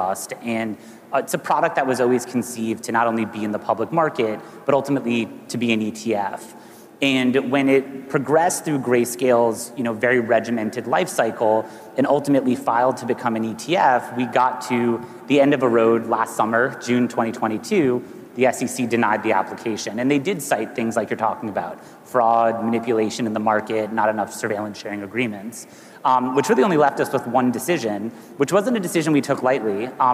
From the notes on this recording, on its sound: A Consensus 2023 panel